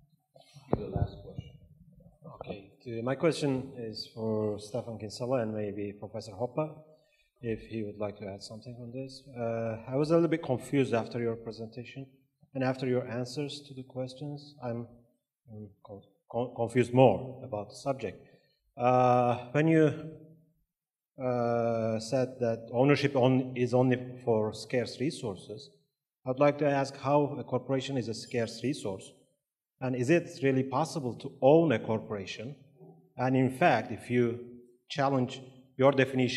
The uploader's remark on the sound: This panel discussion is from the 2013 meeting of the Property and Freedom Society. Discussion, Q&A.